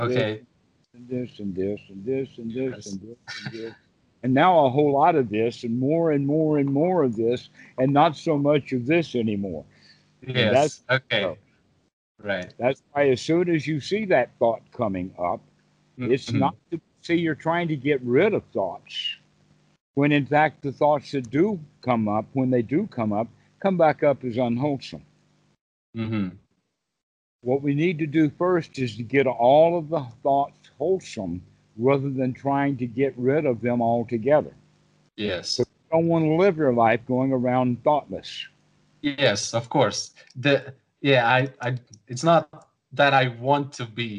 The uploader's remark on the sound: skype call